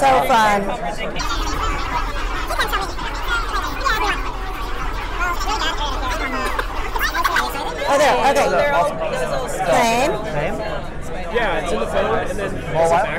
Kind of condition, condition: setting, busy venue